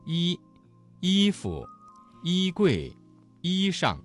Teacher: 韵母依同埋依开头嘅韵母都系前元音，发音嘅时候咧要注意舌面嘅位置，唔好过于靠后